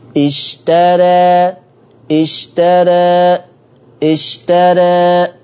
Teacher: لا أنا عايز تقليل، الفتحة تخف شوية، واتجاه الفتح بتاعي يبقى فيه نحول، يجي بالأفقي ما يجيش عمودي